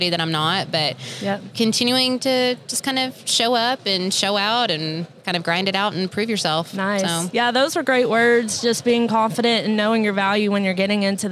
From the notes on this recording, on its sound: NATDA Live Episode. Episode recorded at NATDA!